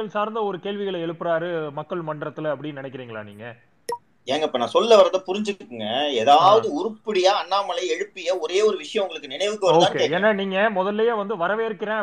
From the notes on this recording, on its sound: Recording of Twitter Spaces Session